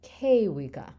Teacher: you have kewiga, where you stress that first syllable because the root is kewi. And you're only adding one syllable, and so you can keep it on that antepenultimate kewiga.